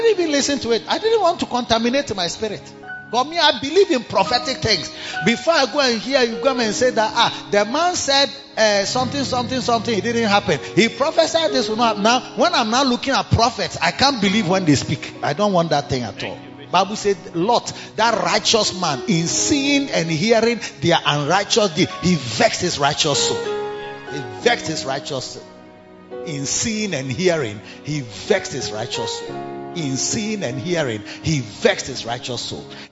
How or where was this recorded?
large echoing room